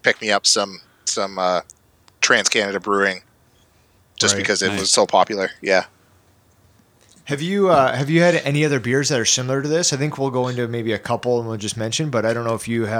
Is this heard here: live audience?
no